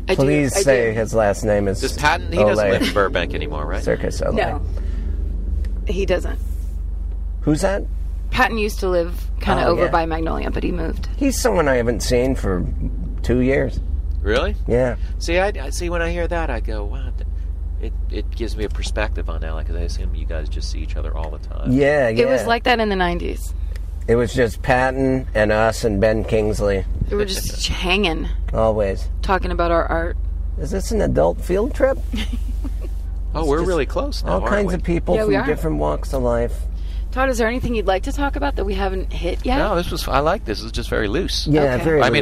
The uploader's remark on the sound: Jumps into the Honda at LAX to do all the best shows in Los Angeles.